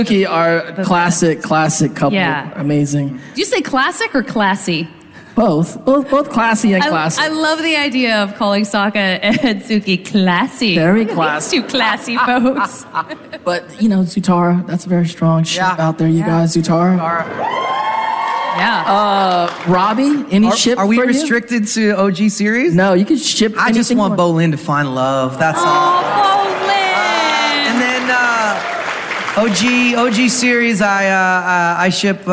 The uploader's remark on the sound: Live From New York Comic Con 2022!